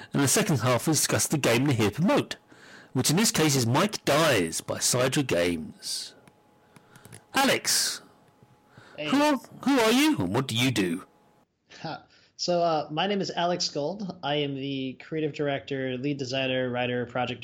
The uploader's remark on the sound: Due to an audio fault this episode has a significant amount of distortion. Attempts have been made to repair it to no avail, listen with caution.